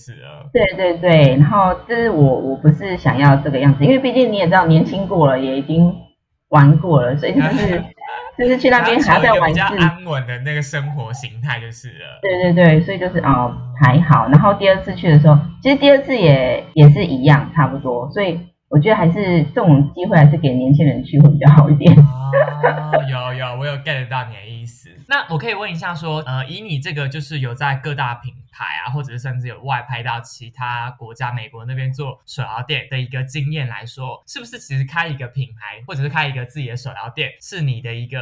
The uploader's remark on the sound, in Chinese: 這次節目錄製因為還在嘗試遠端錄節目當中，麥克風的品質稍差